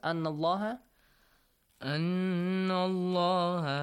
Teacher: You heard him pronouncing the letter lam in the word Allah heavily. Allah. That was correct.